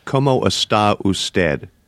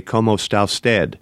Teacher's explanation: they make essentially one word out of está usted. Essentially, you lose an entire syllable in the process · Shown in: second take · which makes everything go faster.